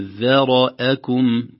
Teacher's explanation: قل هو الذي ذرأكم ذرأ، في الواقع هنا الراء واقعة بين الذال المرققة والهمزة المرققة، لو لم ننتبه لأثرت الراء على الذال تصبح ذرأكم ذا بدل الذاء، بل ينبغي علينا نقول ذرأكم ترقيق الذال ثم تفخيم الراء ثم ترقيق الهمزة